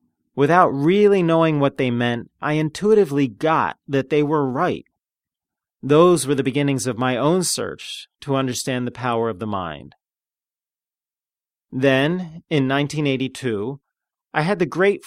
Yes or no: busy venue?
no